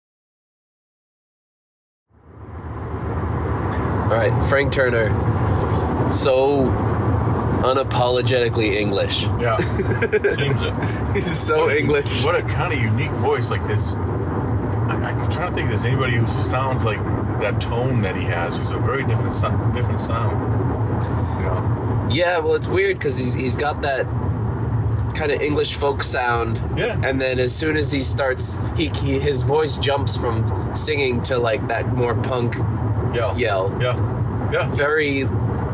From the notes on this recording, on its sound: took the show on the road to record their pre-show thoughts